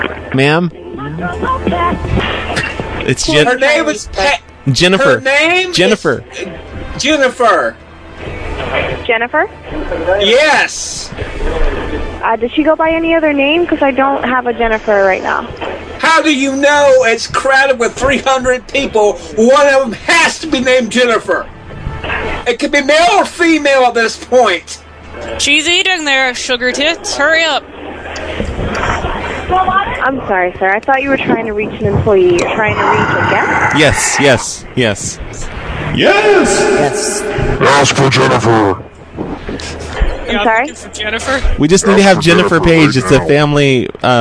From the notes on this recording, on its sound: Prank Phone Calls